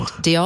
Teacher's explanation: With a little bit of a guttural h at the end. Diolch. And we shouldn't be shy about the guttural stuff.